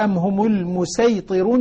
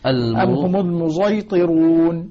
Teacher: ليست صادا ولا زاين صاد مشرب زاي · Shown in: second take · Term: إشمام الصاد